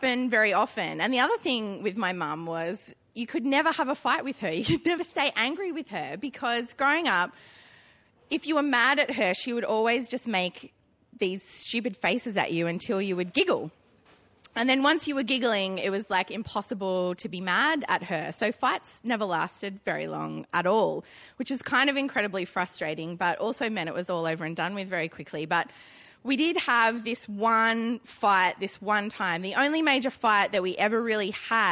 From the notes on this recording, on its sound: Now Hear This Storytelling Slam. Recorded at the Arthouse Hotel on May 29 2013.